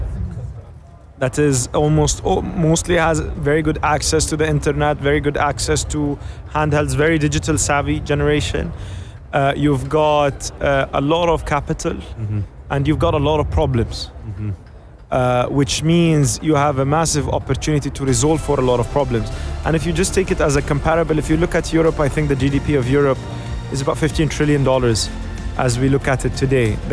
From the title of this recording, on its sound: Live from SEF 2024